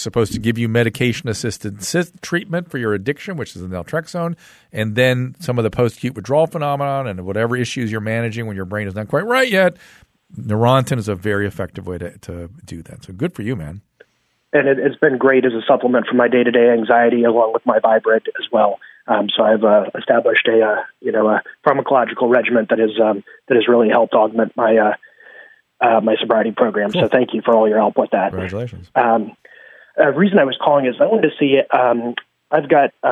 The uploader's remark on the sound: heads to the phone lines